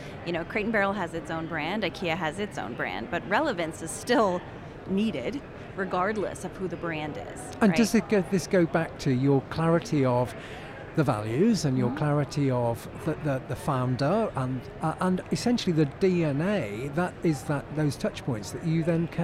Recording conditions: busy venue